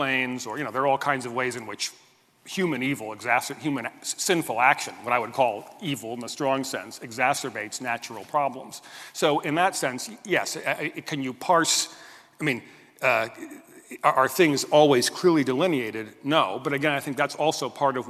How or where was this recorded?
large echoing room